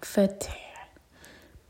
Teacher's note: تا پر سکون ہے، تا پر ہمس کریں گے، سانس کے ساتھ پڑھیں گے فتح. اور ہا حلق سے، ان میں ہا کی آواز کلیئر آئے ورنہ میننگ بدل جائے گا.